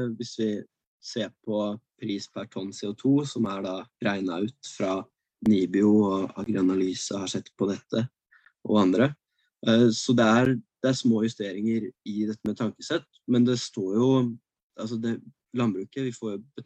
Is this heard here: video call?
yes